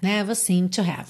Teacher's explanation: a gente não escuta seemed no passado, porque já junta com to